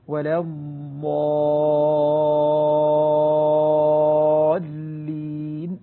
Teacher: والاستطالة في الضاد حتى لا تكون شديدة